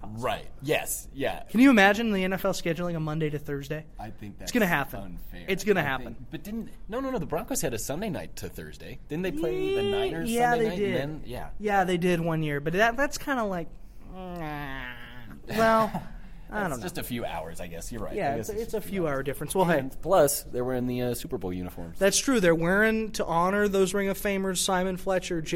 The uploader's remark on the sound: come to you live from the bowels of the Pepsi Center